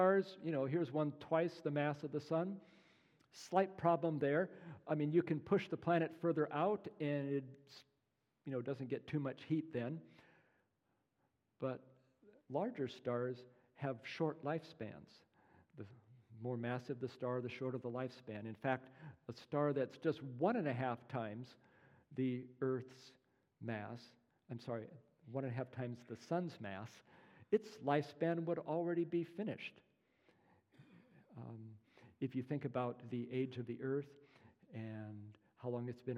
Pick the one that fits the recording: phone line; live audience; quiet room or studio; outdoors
live audience